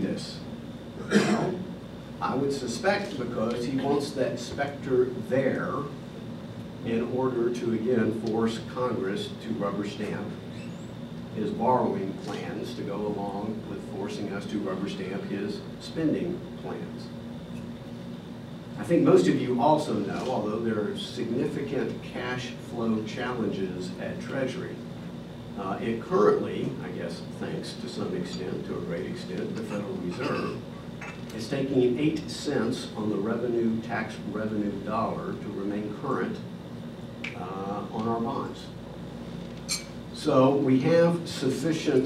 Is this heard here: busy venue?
yes